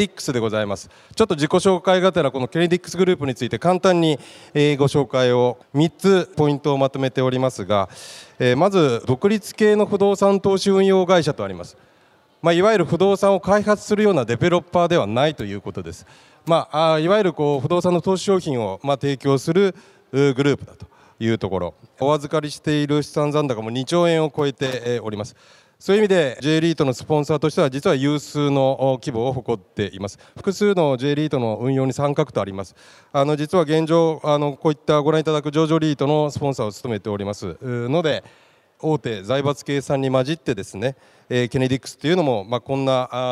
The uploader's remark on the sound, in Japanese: 2月24日に東京証券取引所で開催した「J-REITファン2018」に登壇した「ケネディクス･オフィス投資法人」のIRセミナーをダイジェスト版でお送りします。